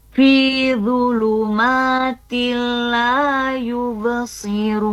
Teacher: Jadi membacanya huruf n-nya masuk ke huruf lam ya. Kemudian tidak disertai dengan dengung ya, idgham bila gunnah ya, dibaca masuk n ke l ya, kemudian tidak disertai dengan dengung.